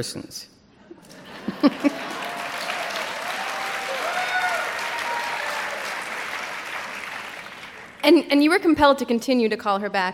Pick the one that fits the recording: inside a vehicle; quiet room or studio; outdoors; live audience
live audience